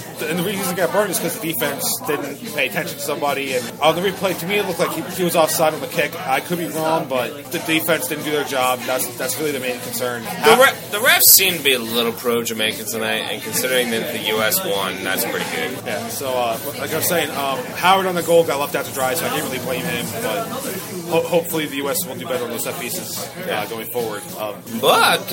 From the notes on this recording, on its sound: Outside of Darby Road Public House &#38; Restaurant. Outside of Darby Road Public House & Restaurant.